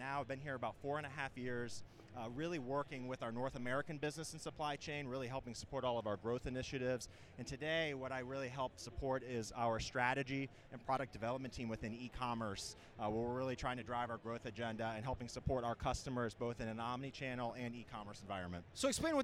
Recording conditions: busy venue